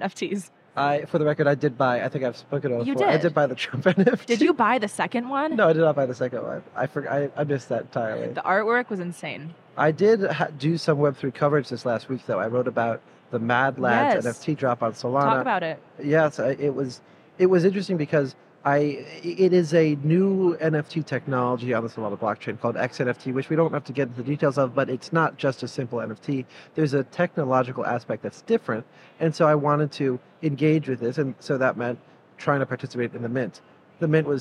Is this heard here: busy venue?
yes